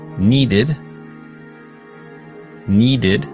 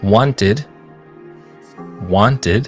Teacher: Me gustaría recordarte cómo se pronuncia esa terminación, el sufijo ed, ya que se pronuncia de tres maneras diferentes dependiendo del sonido final del verbo base. Primero, suena como id después de los sonidos T y D. Por ejemplo, needed, needed, después del sonido D.